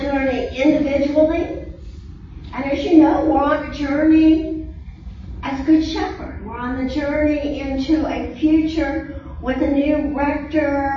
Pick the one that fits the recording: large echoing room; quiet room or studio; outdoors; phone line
large echoing room